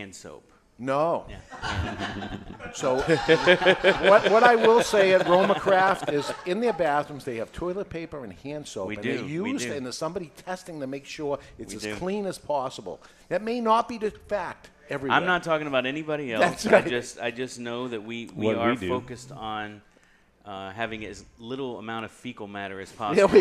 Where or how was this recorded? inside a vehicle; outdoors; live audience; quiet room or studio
live audience